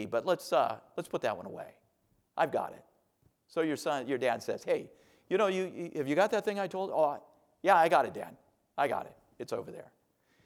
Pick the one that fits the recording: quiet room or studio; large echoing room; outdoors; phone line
large echoing room